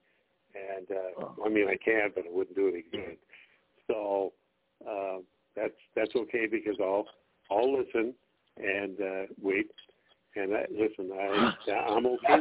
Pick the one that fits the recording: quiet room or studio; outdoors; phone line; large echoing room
phone line